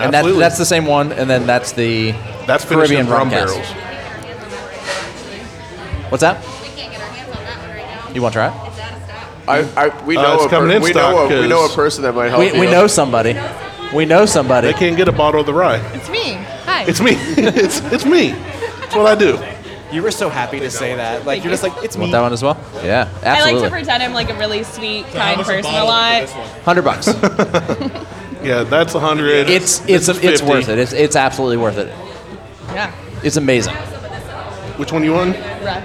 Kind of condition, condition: setting, busy venue